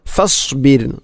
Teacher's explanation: ഫസ്ബിർ റായിനെ തർക്കീക്കാണ്, അഥവാ നേർപ്പിച്ചുകൊണ്ട് ഉച്ചരിക്കണം